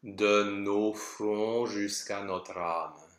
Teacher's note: And one last thing that I want to make sure we talk about are these closed O's because this O nasal is based on the closed O. We get a closed O and a closed O nasal back to back in this aria.